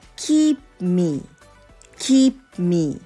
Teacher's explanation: keep っていう p の破裂音を出すと keep me でちょっと忙しいですよね keep me っていうの忙しいからえー、e p の P を出すために唇を上下をこうくっつけて k e って合わせるんだけれども破裂をさせないでそのまま me を言います。なので、キープの P の音は、えー、破裂音としては聞こえないんですけれども